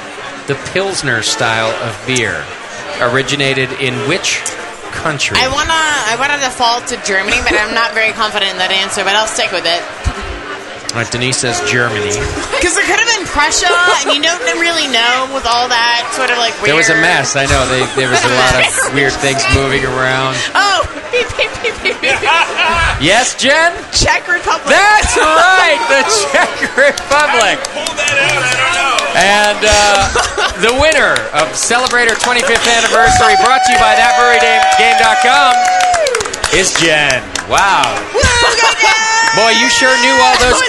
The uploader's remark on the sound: Live from Celebrator’s Anniversary Bash